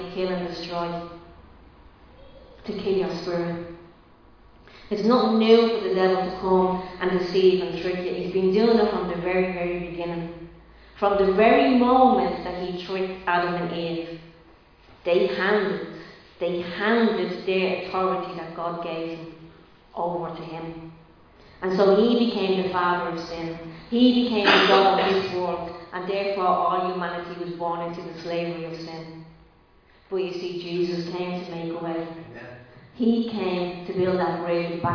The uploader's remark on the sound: Recorded live in Liberty Church on 3 April 2022